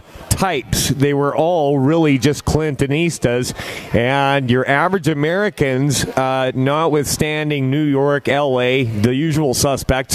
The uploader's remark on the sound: Live from Edmonton - The Million Deplorables March!